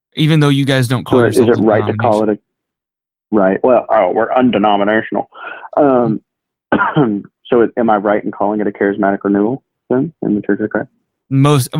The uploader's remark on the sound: had an impromptu phone conversation